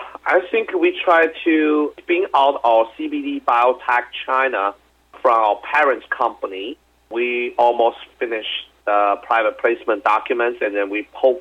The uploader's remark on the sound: called in to SmallCapVoice